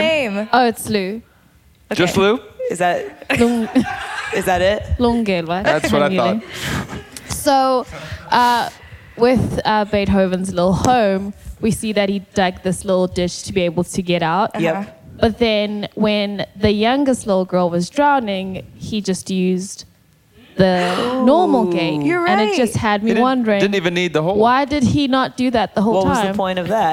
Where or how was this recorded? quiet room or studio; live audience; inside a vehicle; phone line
live audience